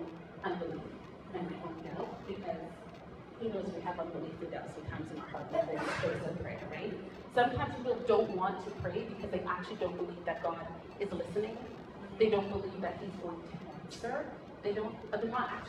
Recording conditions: poor microphone